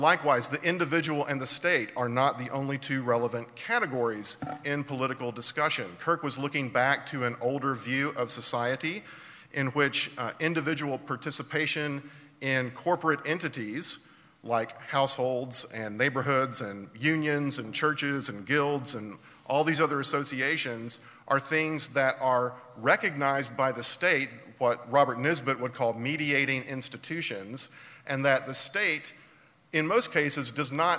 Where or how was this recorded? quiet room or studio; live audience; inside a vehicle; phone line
live audience